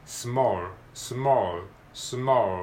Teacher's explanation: 最後に L が来てますねだからこれはダーク L